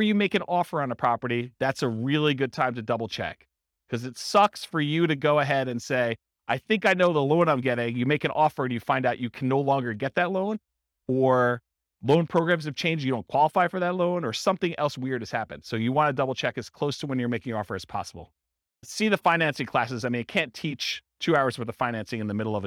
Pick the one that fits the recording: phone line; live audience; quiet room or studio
live audience